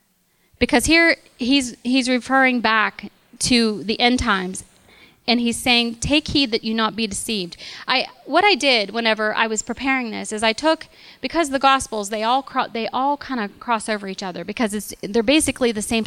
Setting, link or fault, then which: setting, large echoing room